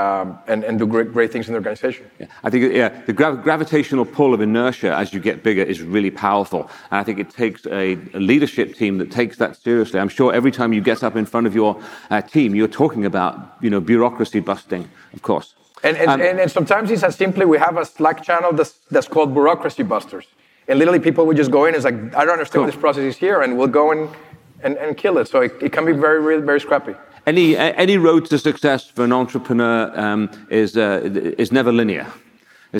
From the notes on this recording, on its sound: This recording is from Fintech Nexus USA (formerly known as Fintech Nexus USA) held at the Javits Center in New York City on May 25-26, 2022. It is from our Keynote stage.